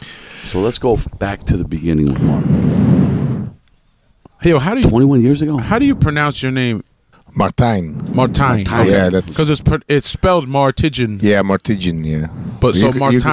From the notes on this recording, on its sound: Recorded at Stabruch Festival, Germany (11-11-2017).